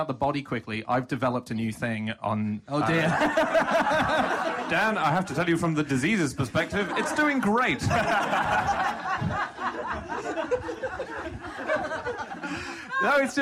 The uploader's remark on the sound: Live from The Aces and Eights Bar in Tufnell Park. Discuss facts suggested from the audience.